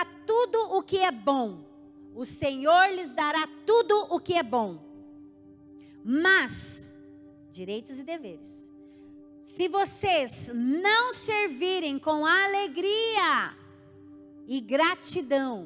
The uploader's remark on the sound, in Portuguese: Em nosso Culto de Noite de Glória. Na Igreja ABA Curitiba (Transmitido ao vivo).